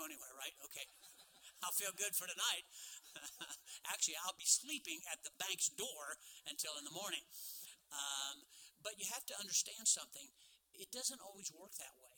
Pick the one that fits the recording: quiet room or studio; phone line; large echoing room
large echoing room